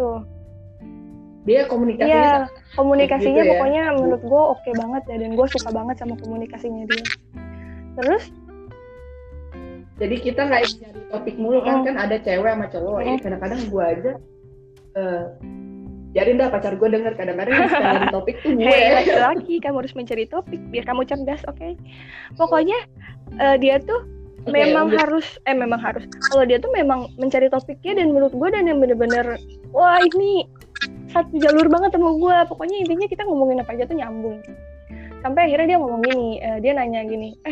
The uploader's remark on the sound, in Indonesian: Sorry, kualitas suara kurang bagus.